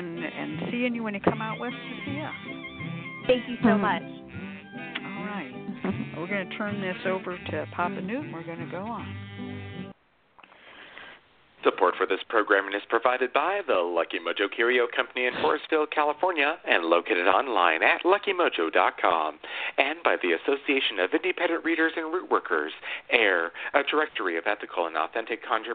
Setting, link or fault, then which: link, phone line